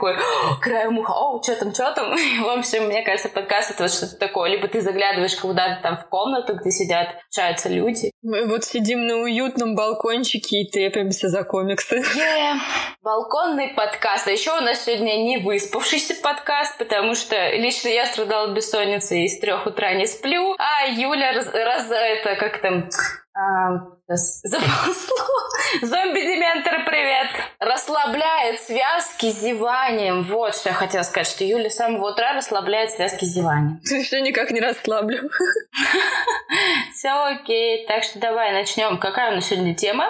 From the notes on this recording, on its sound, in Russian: Хоть и звук в этом выпуске вышел в окно и самоуничтожился.